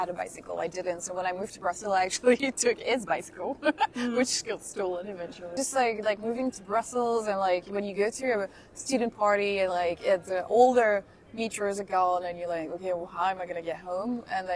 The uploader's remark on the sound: We record our conversation during a feminist festival in Brussels, at which we are joined by a cat.